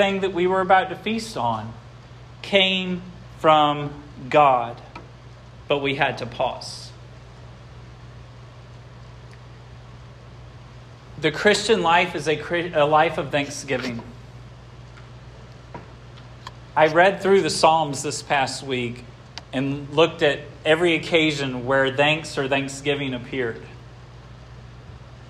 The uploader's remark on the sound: This sermon was preached at Hope Fellowship